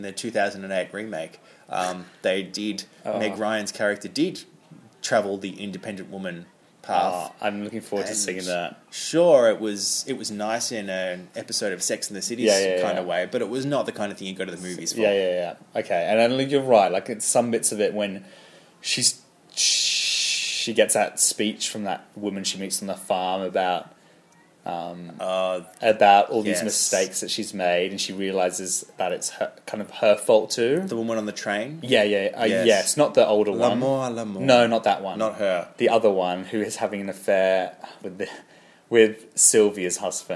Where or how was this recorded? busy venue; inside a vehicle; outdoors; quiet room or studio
busy venue